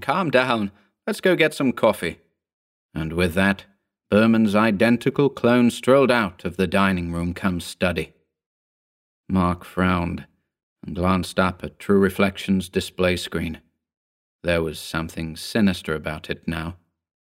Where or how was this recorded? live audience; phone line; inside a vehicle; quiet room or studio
quiet room or studio